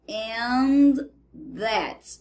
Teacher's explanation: como se a gente estivesse omitindo esse D do and e deixando somente o som do that's